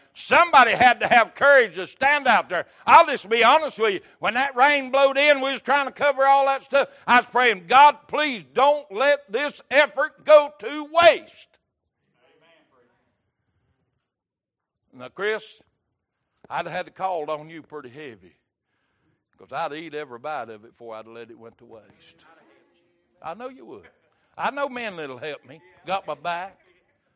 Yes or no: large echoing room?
yes